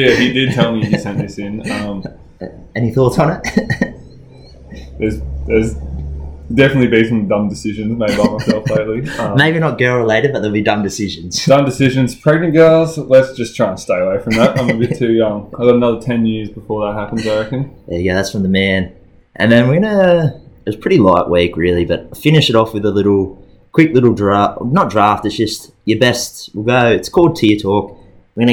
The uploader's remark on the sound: Apologies in advance if the sound quality.